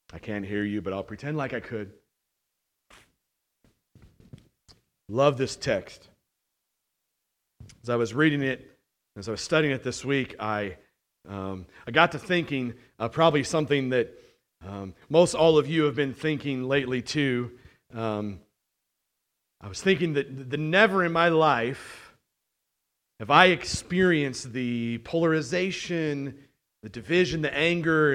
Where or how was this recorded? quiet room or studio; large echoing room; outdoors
large echoing room